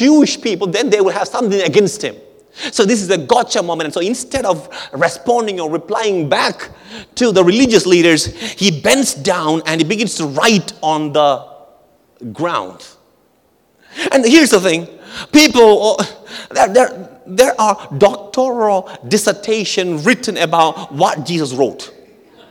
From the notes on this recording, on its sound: at our March 2023 Edmonton Gathering at Calvary Community Church